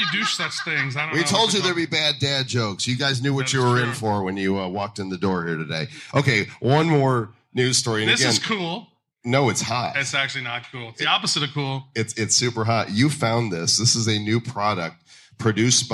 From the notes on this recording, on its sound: Live from SXSW at The Blokhaus. Austin, Texas has a reputation for being weird. We’re live on location at the Blokhaus, a venue where blockchain leaders are imagining the future together. We’ve been invited to do the show live before an audience.